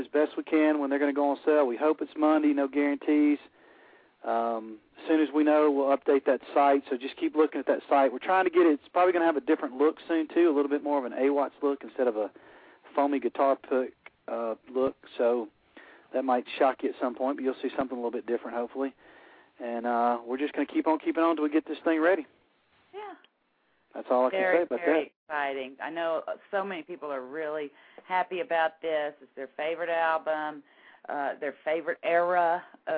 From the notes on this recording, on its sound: Fans will be calling in to tell us their feelings